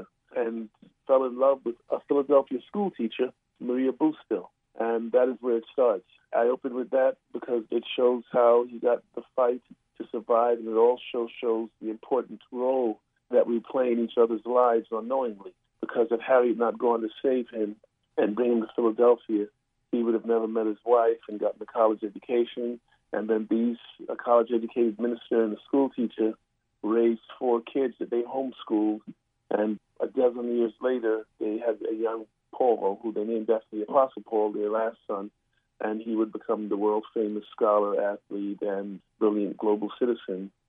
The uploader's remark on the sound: Joins us by phone from L.A.